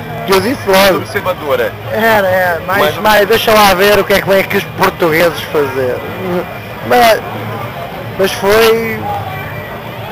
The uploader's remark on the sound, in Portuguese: em sua passagem pelo Festival Bananada, de Goiânia